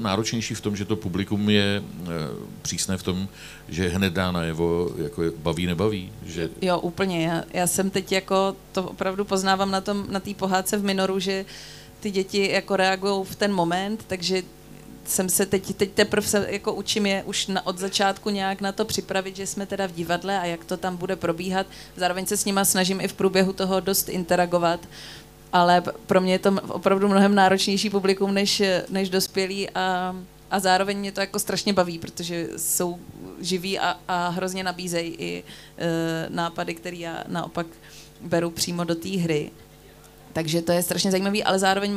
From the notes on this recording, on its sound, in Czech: Zlín Film Festivalu. Přišla do Festival Cafe na rozhovor.